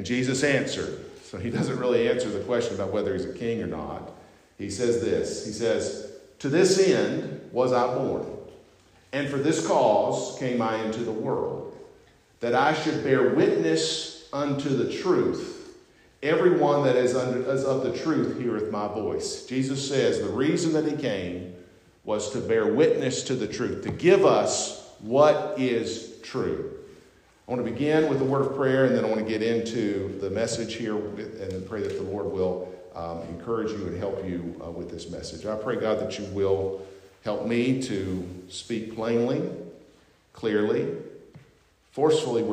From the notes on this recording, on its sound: at North Beaver Baptist Church in West Jefferson, NC